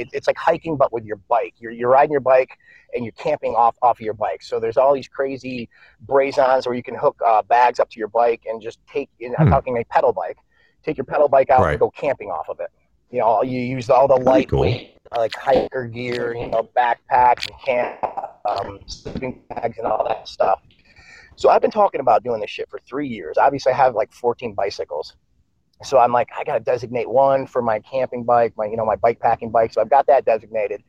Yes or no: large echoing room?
no